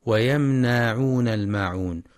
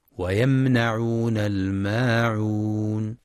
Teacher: والصواب فتح النون فقط دون مد · Shown in: second take